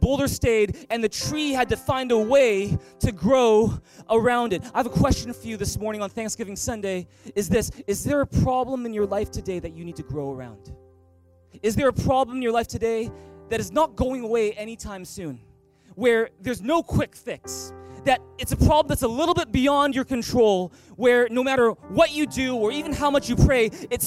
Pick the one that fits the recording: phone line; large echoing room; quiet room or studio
large echoing room